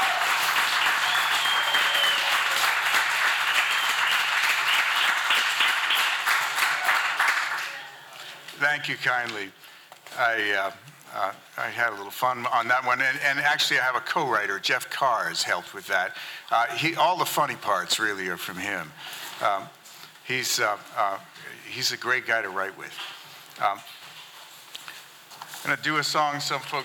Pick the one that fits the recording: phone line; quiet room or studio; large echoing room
large echoing room